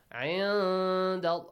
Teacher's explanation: عند الله عند نون ساكين plus دال إخفاء دال is from the rest of the letters. Hide the sound of نون. عند also produce a nasal sound.